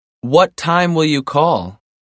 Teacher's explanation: We use falling intonation when we ask for information.